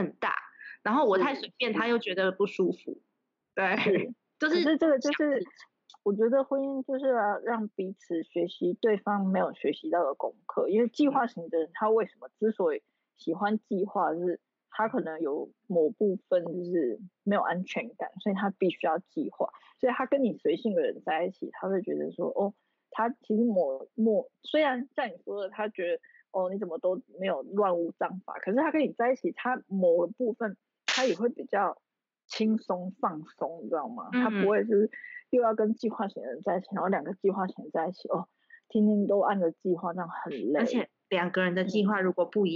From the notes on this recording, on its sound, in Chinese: 這次是我第一次嘗試遠端視訊防疫採訪。人在南部。昨天下午的爆雨導致網路不太穩定，讓我一直很在意錄音品質，一直無法完美同步，Lag變成有點搶話的狀況。